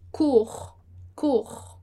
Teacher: a gente não vai falar o S, mas a gente vai falar o R ali no final